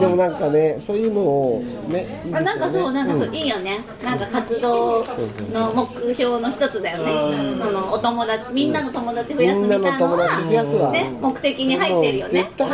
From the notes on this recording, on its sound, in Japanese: 滝上町オフライン収録！新オープンするふくらい家潜入収録！